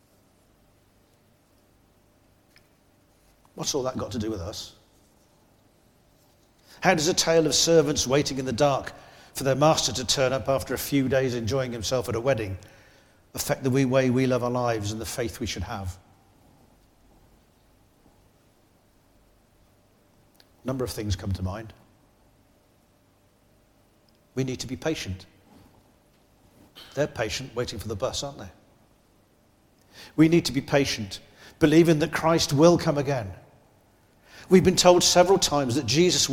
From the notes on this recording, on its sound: This is from the recording of our service